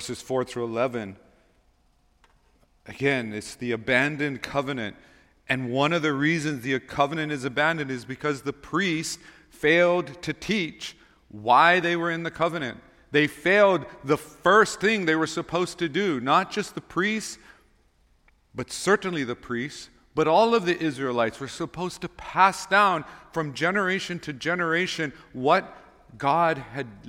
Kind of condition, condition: setting, large echoing room